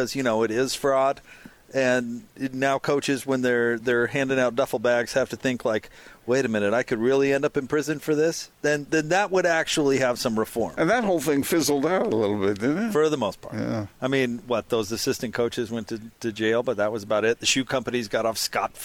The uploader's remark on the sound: LIVE at The Warehouse